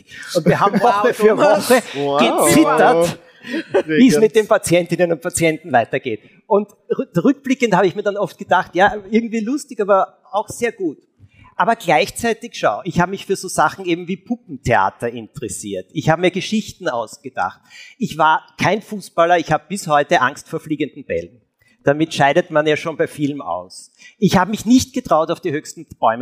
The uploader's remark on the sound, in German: LIVE vom Ö3-Podcastfestival. Direkt aus dem Livepublikum wurde das Wort der Woche quasi auf die Bühne geworfen.